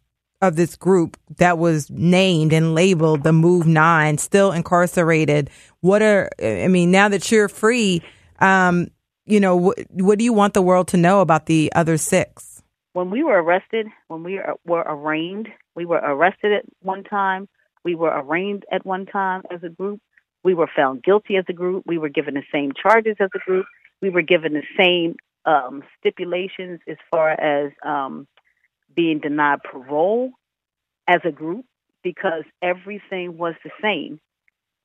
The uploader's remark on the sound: via phone